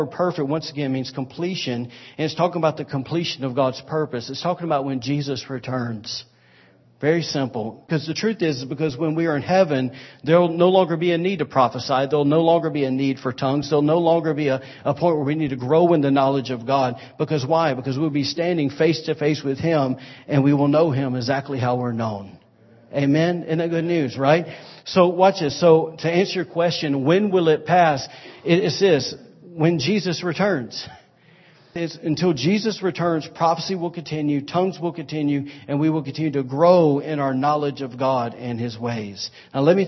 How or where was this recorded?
large echoing room